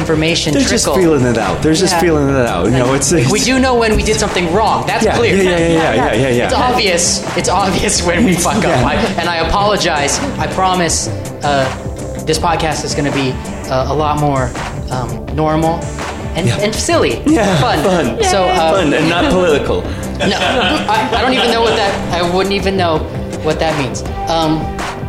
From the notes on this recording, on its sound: Derailer is improvised radio theater, recorded live at The Kickstand Comedy Space in Portland, Oregon.